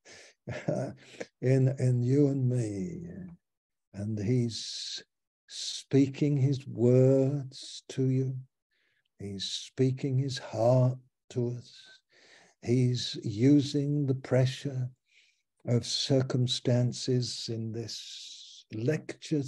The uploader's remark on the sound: Malaysia Meets (Zoom)